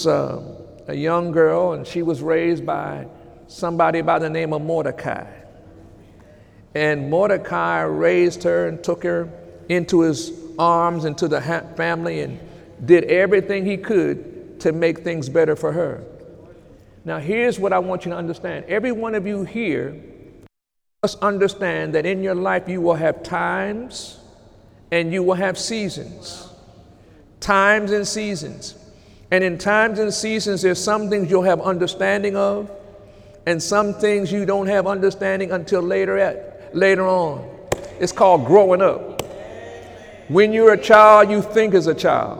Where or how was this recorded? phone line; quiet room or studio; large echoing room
large echoing room